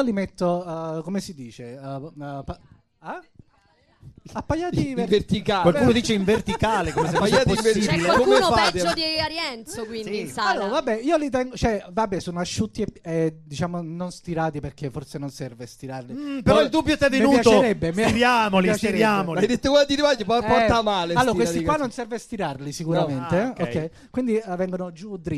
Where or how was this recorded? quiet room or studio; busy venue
busy venue